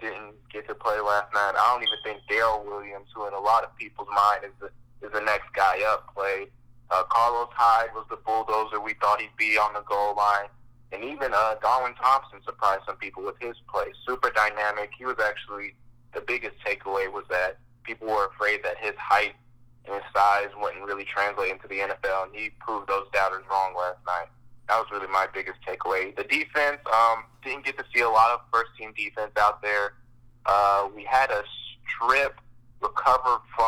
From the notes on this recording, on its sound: Joined via phone call